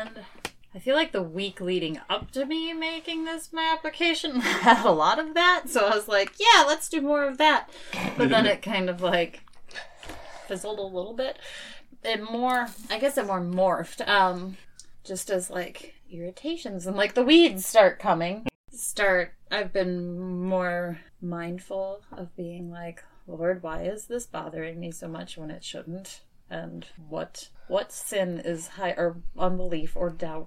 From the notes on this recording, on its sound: The sound was also attacked by a serial pen clicker.